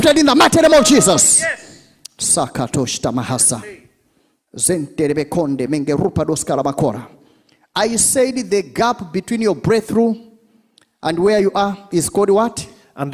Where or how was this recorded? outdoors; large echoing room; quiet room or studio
large echoing room